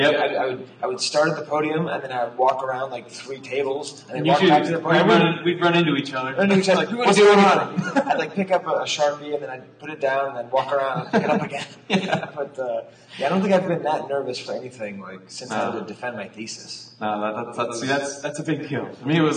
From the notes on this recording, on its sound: The sound quality is a bit rough, and most of the room sale audio was lost. Our market watch is taken exclusively from data collected at the convention.